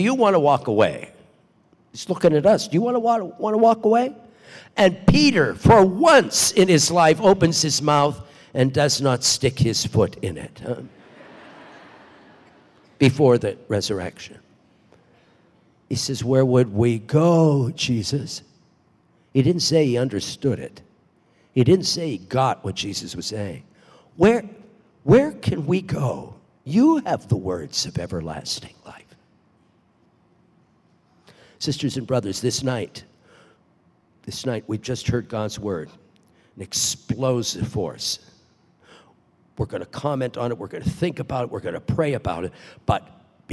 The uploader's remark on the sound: Delivers the homily at the Baccalaureate Mass, celebrating the 66th Commencement Exercises at Franciscan University of Steubenville.